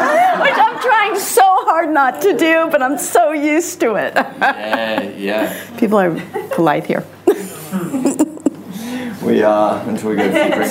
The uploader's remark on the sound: In Sydney in front of a live audience at the invitation of Jungle Entertainment.